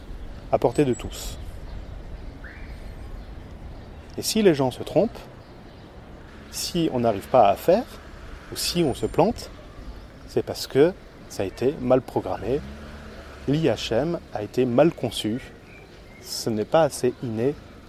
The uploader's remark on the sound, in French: Je continue l'enregistrement Live sans remontage. Seul les extraits, intro et conclusion sont insérés en post prod. Enregistrement avec le Zoom H1 en extérieur à Lyon.